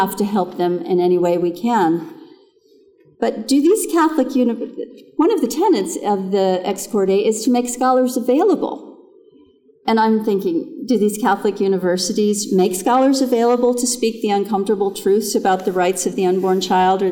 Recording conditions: live audience